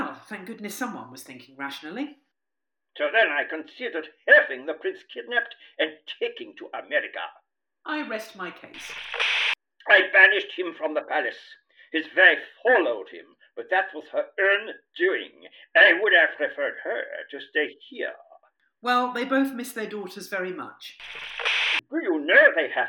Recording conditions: poor sound quality